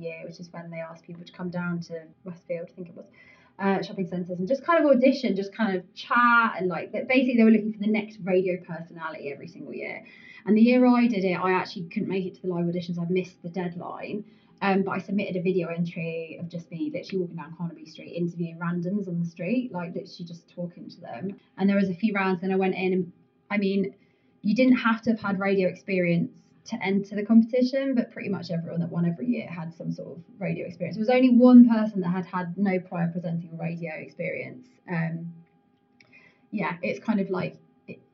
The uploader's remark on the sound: At The Ministry in partnership with Moving The Needle and Getahead ! We had some technical difficulties with recording this episode.